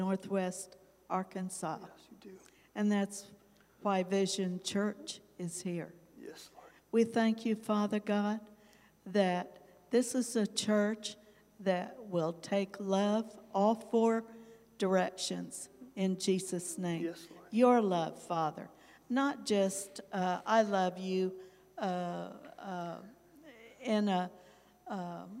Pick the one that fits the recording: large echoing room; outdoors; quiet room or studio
large echoing room